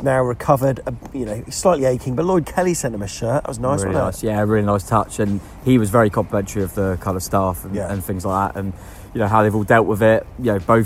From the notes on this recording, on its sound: The weekend was crazy – from the party atmosphere in The Manchester before the game, right through to the nightlife in Blackpool after hours – and we took our microphone with us to capture it all, including the raucous scenes at full-time at Bloomfield Road.